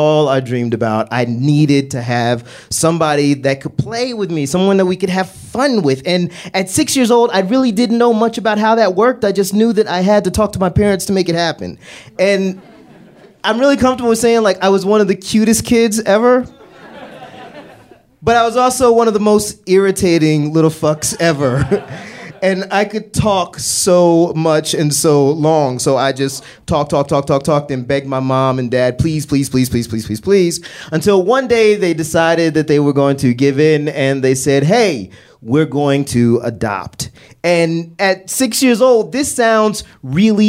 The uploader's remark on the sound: Live from MaxFunCon! Share stories at Lake Arrowhead for our parent network's weekend-long fanjets, MaxFunCon!